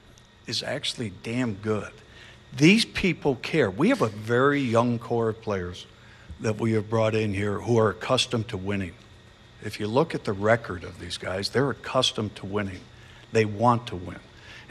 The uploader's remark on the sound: Press conference. Speaks with the media.